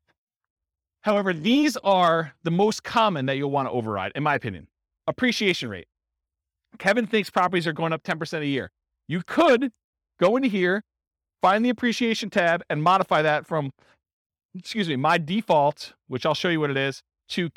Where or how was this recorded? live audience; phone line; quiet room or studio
live audience